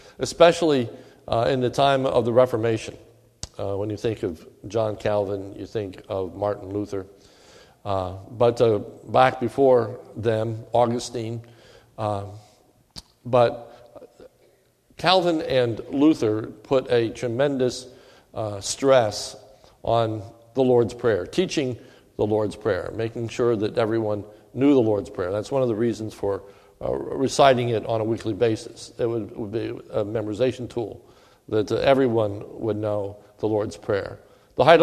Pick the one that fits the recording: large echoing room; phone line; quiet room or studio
large echoing room